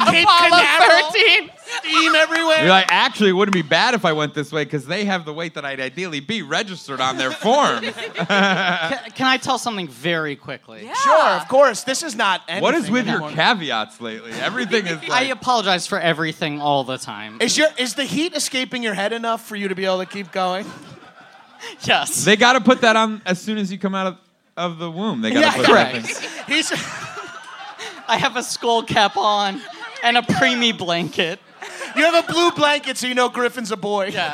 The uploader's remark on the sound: Recorded live in Brooklyn, NY.